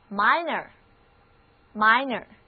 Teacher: 这里的字母 i 的读音不再是短的 e，而是 i 它的本音了